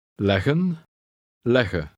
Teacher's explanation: Read word 9 twice, with and then without the final N. Note that you pronounce only one G.